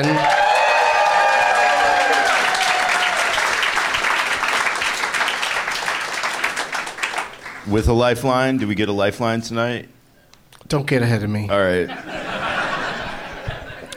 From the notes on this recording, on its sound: Live from the Helium Comedy Club in Philadelphia